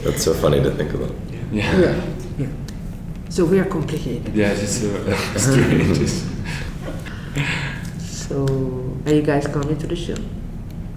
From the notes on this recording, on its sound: Performed live at the 2023 Hyde Park Jazz Festival. This interview was recorded at the Study at University of Chicago.